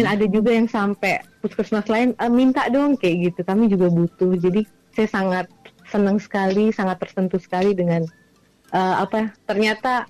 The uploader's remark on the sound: ON THE PHONE.